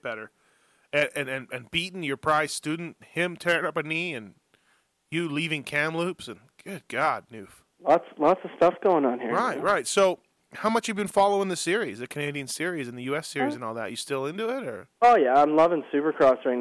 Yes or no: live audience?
no